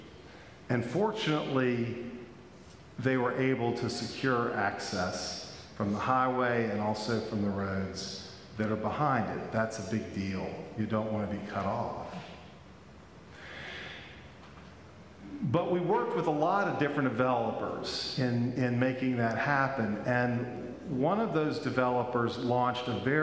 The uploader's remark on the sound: Pender UMC Traditional Worship on September 4, 2022 at 9:00 am